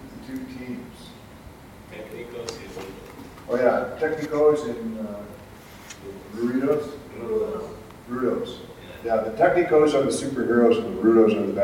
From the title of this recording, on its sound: Live at APE 2017